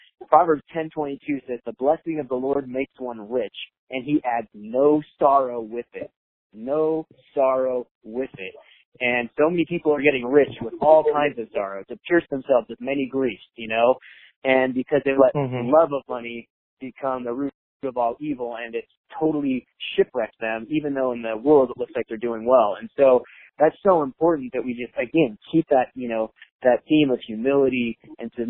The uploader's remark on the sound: In this phone interview for "A Better Way". Despite the delay and sound quality from a less-than-ideal cell phone connection, this interview was so good we had to go ahead and share it!